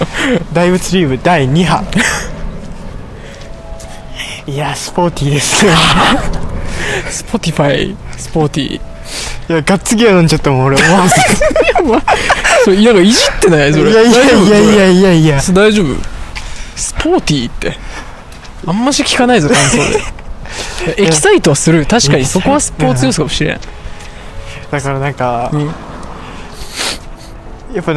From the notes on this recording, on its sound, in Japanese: 深夜に歩きながら収録